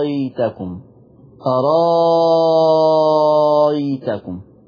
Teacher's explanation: أنها تبدل الهمزة الثانية ألف مع المد المشبع أرأيتكم أرأيتكم، فلما جركبها مع قل قول رأيتكم، هعمل نقل طبعا في الأولانية قول رأيتكم وفيها الإبدال في المشبع قول رأيتكم.